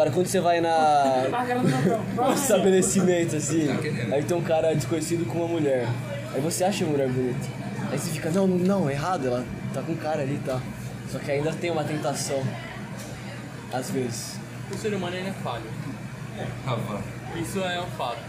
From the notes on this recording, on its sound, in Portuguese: A gente estava saindo do bar de sinuca e paramos na OXXO (loja de conveniência), achei legal nossa conversa e comecei a gravar. Desculpe a qualidade do áudio, juro que dá pra ouvir de boas, mas tem um ruído.